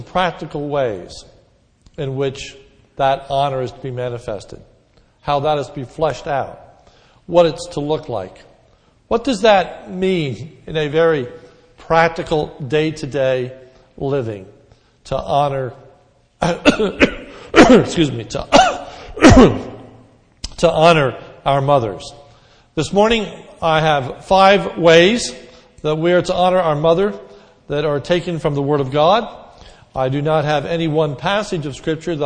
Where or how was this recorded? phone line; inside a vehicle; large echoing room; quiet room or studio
large echoing room